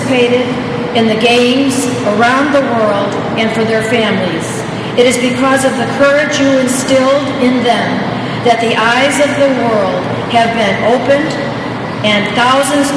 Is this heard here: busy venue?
yes